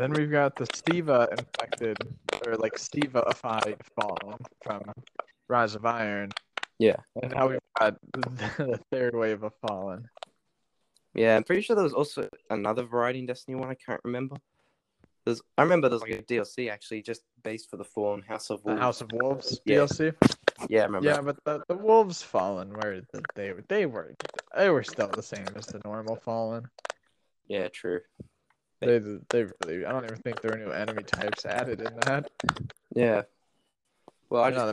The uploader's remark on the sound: Please keep in mind that this call was done over way too many miles to count and does at times become hard to understand. Had a blast recording this even with the problems.